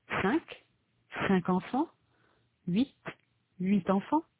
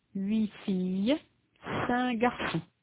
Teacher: The words 5 and 8 are pronounced in two different ways. The final consonant is pronounced at the end of a phrase and in front of a vowel. · Shown in: first take